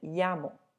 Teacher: in Mexico, if you say, me llamo Diana, my name is Diana, that word llamo is going to have almost like a Y sound in it · Term: double L